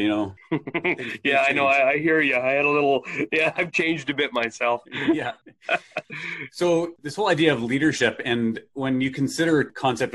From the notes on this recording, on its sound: over Zoom